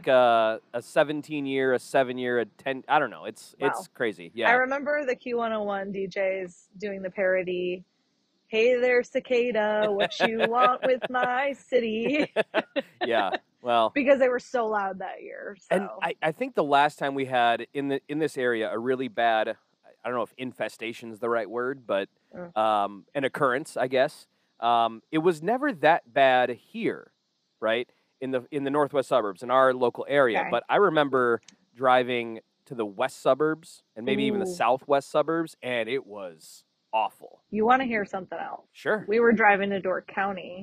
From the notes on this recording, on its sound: It was GREAT to record the show in-person for the very first time! Sat outside on the deck, shared a drink.